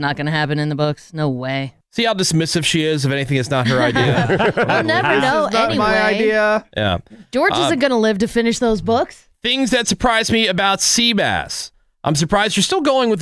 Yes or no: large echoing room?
no